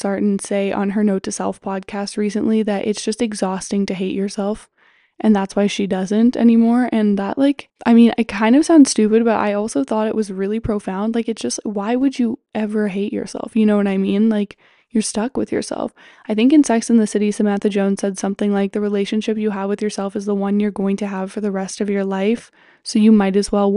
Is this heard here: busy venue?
no